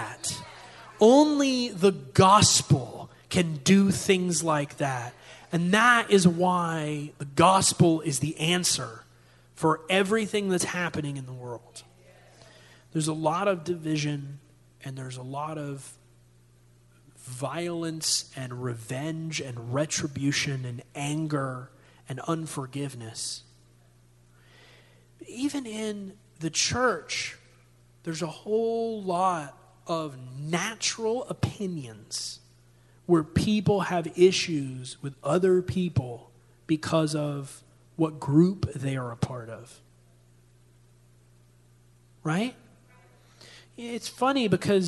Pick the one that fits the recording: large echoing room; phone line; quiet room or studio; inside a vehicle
large echoing room